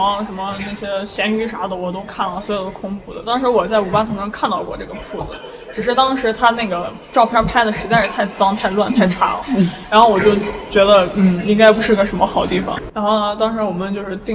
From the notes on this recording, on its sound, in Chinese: 这期西安老街咖啡馆的节目是在DirtyMind Coffee录制的。DirtyMind Coffee是在南二环与朱雀花卉市场交汇处不远的西旅家属区门口，大眼望去像是小区的门卫，曾被客人戏称为“传达室咖啡馆”。